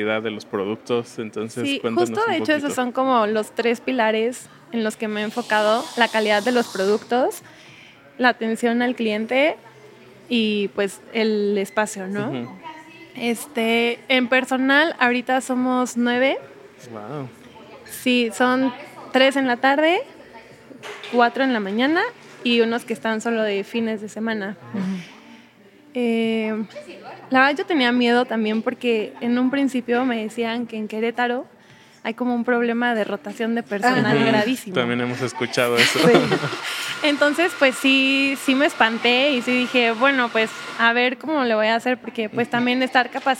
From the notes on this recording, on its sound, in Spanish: Es un reto porque no lo grabamos en nuestro estudio, así que hay más ruido!